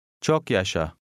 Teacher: The first A has almost an E sound.